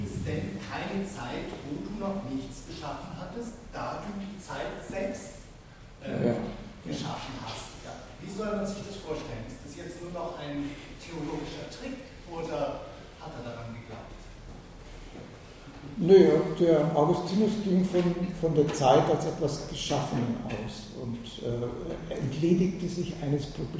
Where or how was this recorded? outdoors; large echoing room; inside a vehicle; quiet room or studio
large echoing room